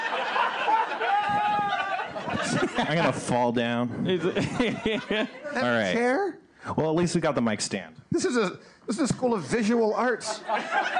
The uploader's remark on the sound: Live From The SeeSo Launch at the New York Television Festival 2015